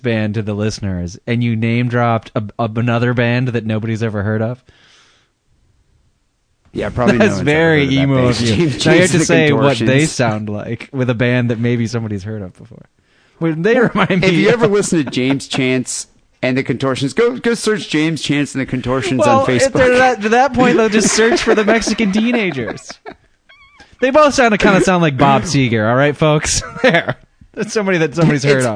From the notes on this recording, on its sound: Phone calls.